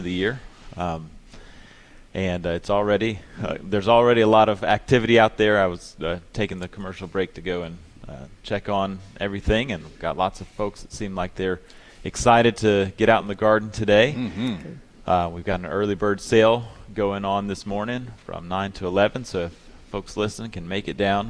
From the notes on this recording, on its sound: broadcasting live from Logan's Trading Company.